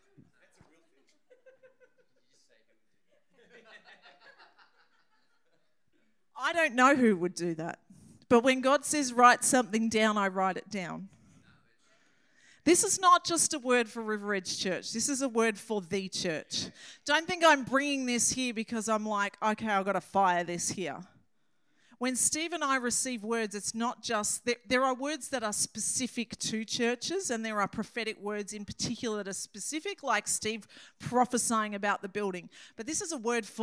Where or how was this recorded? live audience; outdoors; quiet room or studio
live audience